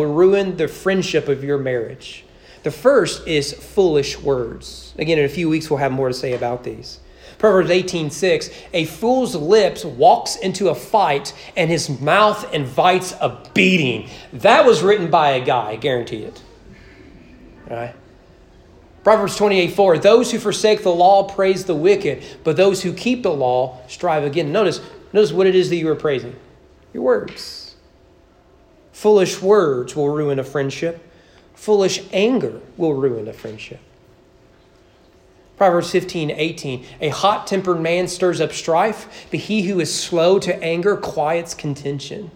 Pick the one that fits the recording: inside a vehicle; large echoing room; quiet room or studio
large echoing room